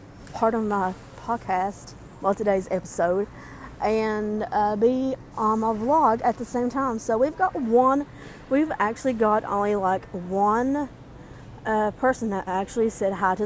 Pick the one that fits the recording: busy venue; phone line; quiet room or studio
busy venue